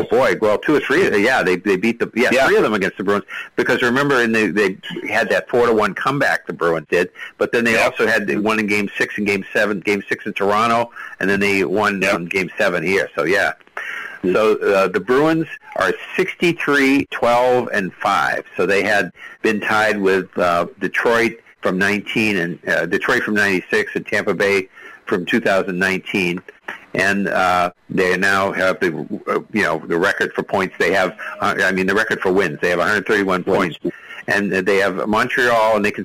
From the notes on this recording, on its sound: take your live calls